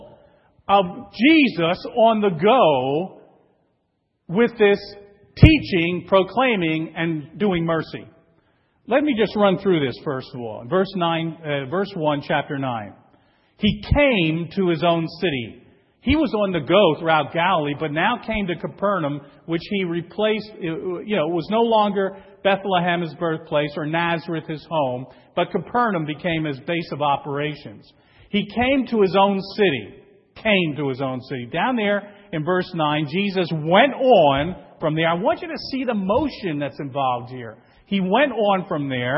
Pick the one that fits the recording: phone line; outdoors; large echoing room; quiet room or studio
large echoing room